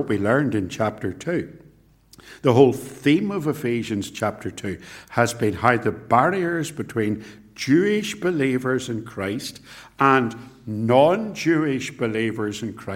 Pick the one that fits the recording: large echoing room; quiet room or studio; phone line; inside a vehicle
large echoing room